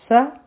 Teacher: په سین کې د سیټی آواز دې